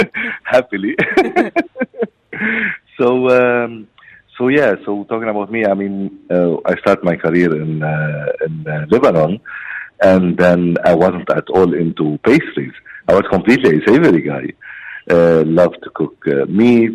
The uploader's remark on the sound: we have some great chefs as always on the phone